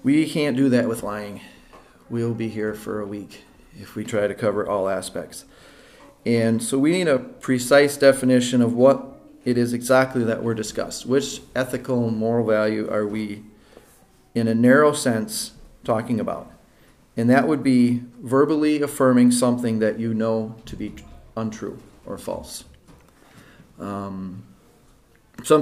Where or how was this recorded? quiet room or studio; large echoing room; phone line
large echoing room